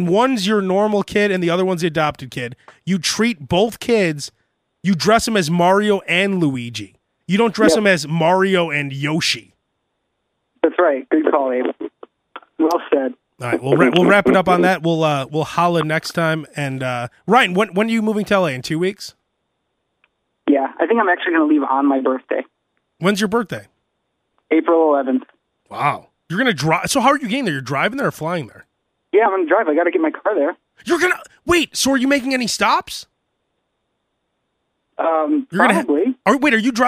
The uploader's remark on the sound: Long drive phone conversations